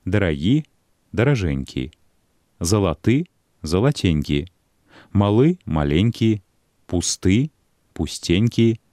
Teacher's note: Трэба зважаць на націск у прыметніку, ад якога памяншальная форма ўтвораная. Калі ў прыметніку націскны канчатак, то ў вытворнай памяншальнай форме націск будзе на суфіксальным галосным.